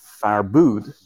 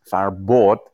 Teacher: the vowel that you pronounce is closer to u while the vowel that I pronounce is closer to O. So while you, say farbud, I say farbod.